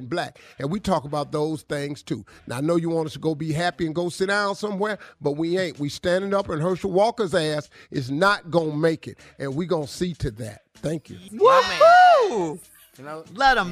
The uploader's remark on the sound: Has a caller from Chi-Town giving his two cents.